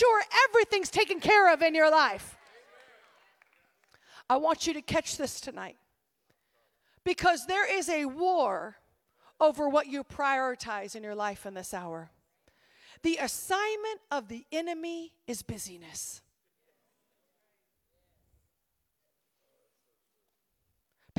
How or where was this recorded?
live audience